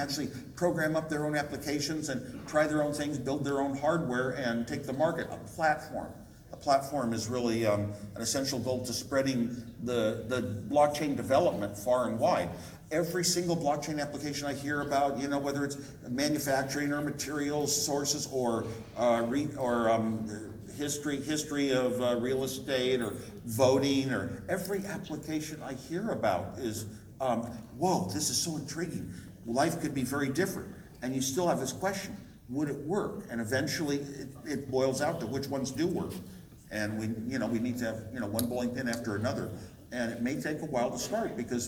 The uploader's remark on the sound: LIVE at Crypto Invest Summit 2018 (part 1)